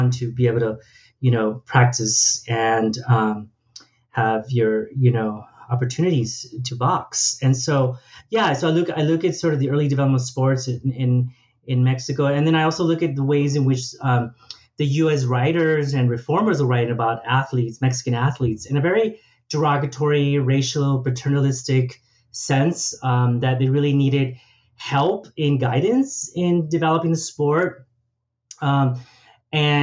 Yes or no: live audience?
no